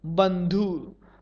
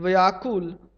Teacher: ब का उच्चारण होठों को बंद करके किया जाता है व व का उच्चारण होठों को खोलकर।